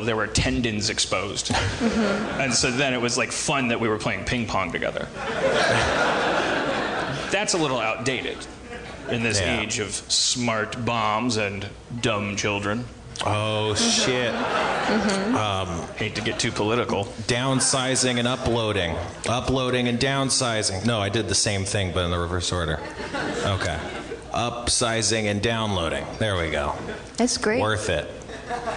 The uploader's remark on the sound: Night 1 At The 2016 New York City Comedy Festival!